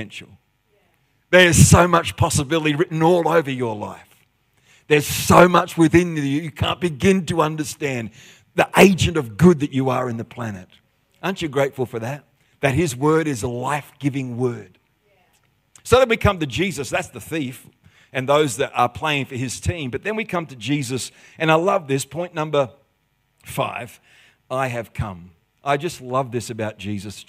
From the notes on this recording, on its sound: The live stream of Destiny Church Atherton.